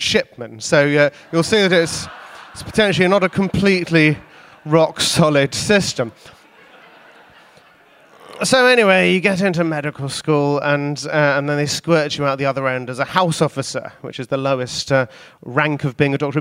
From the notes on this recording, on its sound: Recorded at the Tabernacle in London in March 2018.